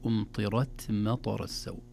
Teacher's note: نقول التي أمطرت مطر السوء، والحرف الساكن المهموس قبله حركة وحركة، يعني قبله طاء متحركة وراء متحركة وبعده ثلاث حركات، فدائما الحركات المتتابعة الكثيرة تشوش على الحرف الساكن يحتاج إلى عناية. إذن نفخم الراء في أمطرت ونهمس التاء دون مبالغة ودون قلقلة · Term: تفخيم الراء